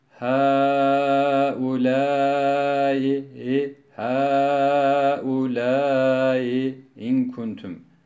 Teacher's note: Haulâ'i kelimesindeki ikinci hemzeyi teshil eder. Yani sondaki hemzeyi yumuşatarak okur. Bizim Türkçemizdeki eğer, diğer, dün, ün, ve, i şeklindeki ses tarzıyla okur.